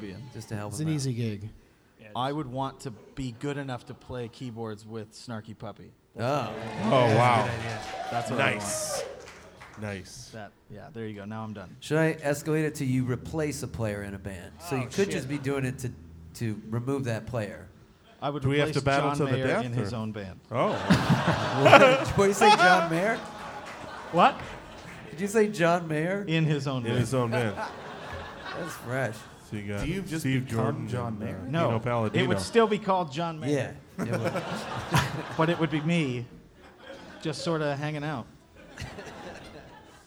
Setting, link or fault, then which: setting, busy venue